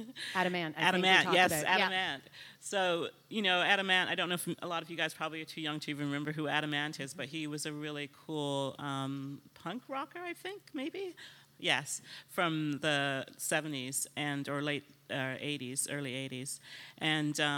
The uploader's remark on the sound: LIVE at Toronto Fashion Week